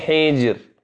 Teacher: حجر رققناها. لماذا؟ لأن ما قبلها ساكن، فننظر إلى الذي قبلها فإذ به مكسور.